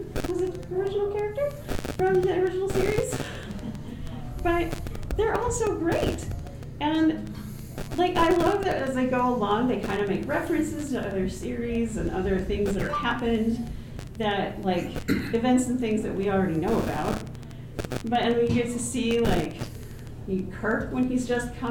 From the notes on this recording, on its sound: TusCon 50 Panel. In this panel room was some bad static and a electronic hiss, sadly the Wifi and Cell signal was so poor there was no Streaming happening as well. Panel Room 1.